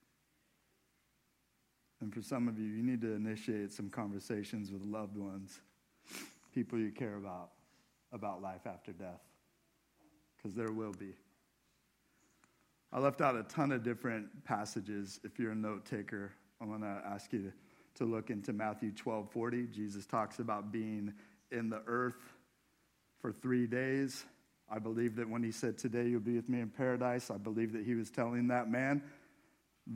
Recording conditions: large echoing room